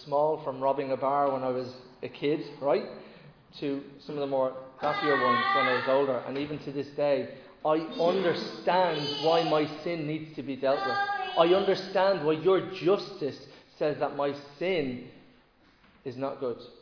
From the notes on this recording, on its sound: Recorded live in Liberty Church on 22 May 2022